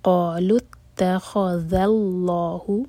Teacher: ذال کو ہیوی نہیں ہونے دینا، لام جلالہ ہیوی ہوگا. قالوا اتخذ الله الله دو ہر کلم با اللہ تعالیٰ کے نام سے پہلے جو ورڈ ہے اس کے لاسٹ لیٹر پر فتح ہے اس لیے لام جلالہ ہیوی ہوگا.